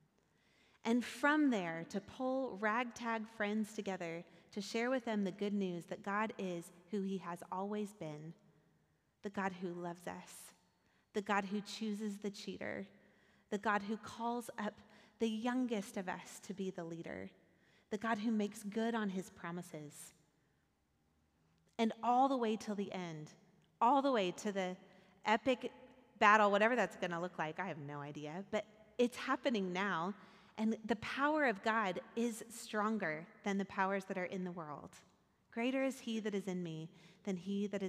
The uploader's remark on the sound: Recorded at our Sunday gathering on December 24th, 2023 in Port Orchard WA.